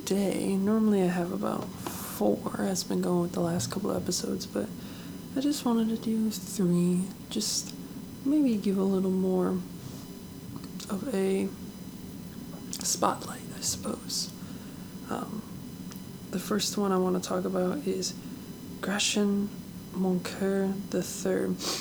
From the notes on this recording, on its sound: Microphone was extra noisy today.